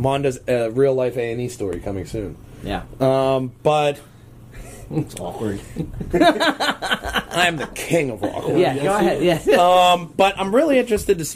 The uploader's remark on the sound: we joined together at the Game'n DVD Exchange to do a live podcast